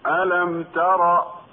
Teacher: ميم ساكنة بعدها تاء إظهار شفوي